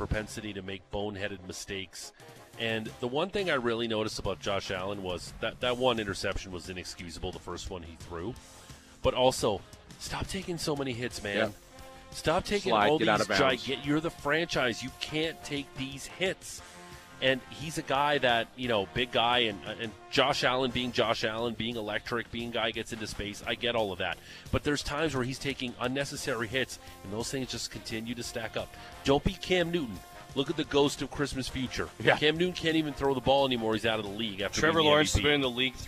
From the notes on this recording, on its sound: live from the Flames Charity Golf Classic at Country Hills Golf Club